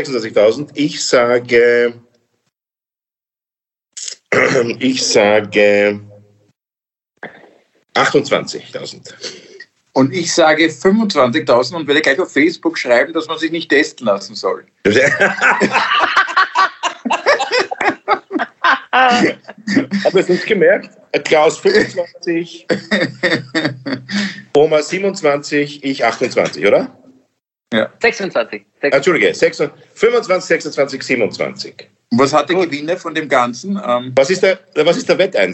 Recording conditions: video call